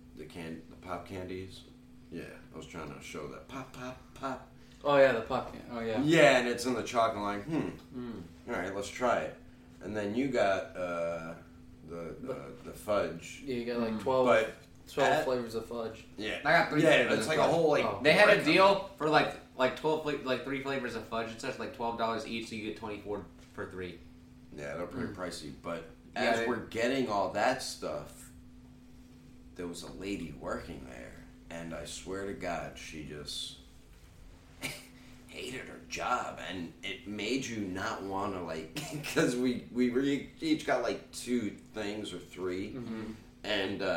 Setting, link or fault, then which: fault, poor microphone